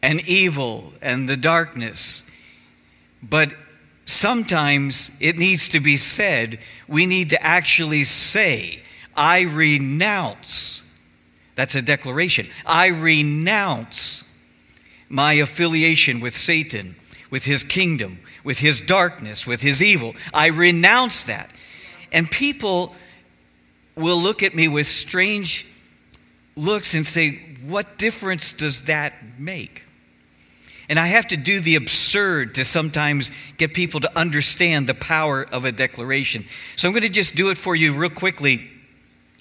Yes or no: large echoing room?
yes